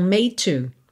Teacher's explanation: Começa em T. Como o último som de made é D, DT, DD, TT e TD, a gente junta num som só.